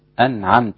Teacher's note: في قولي تبارك وتعالى أنعمت عليكم، الميم هنا ميم ساكنة وليست ميم مشددة، فليس فيها غنة